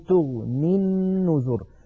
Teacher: تغني أصلها تغني بوزن تفعل، لكن لما نصلها بالنذر نقول تغني النذر فتسقط الياء لفظا